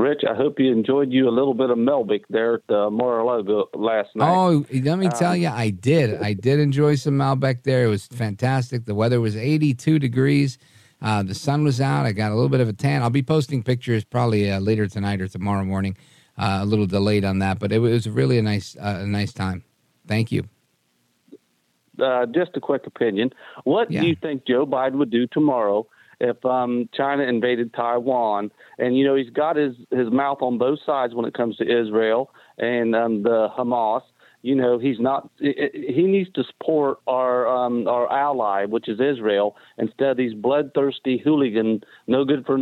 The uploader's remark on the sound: we take your calls in open phones across America